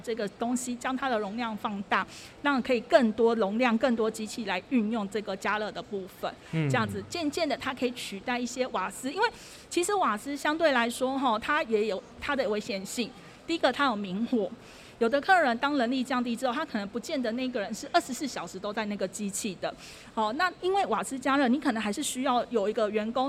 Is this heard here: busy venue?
yes